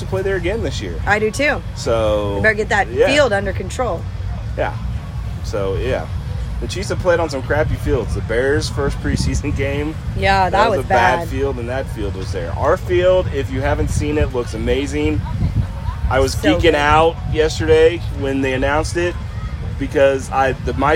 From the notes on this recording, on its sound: We are live from Arrowhead!